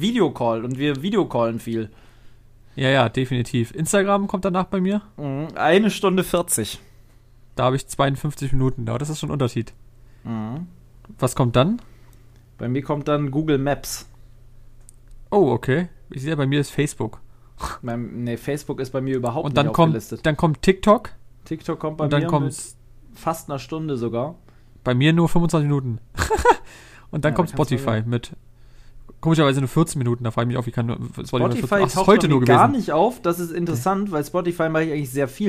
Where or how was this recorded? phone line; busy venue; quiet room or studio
quiet room or studio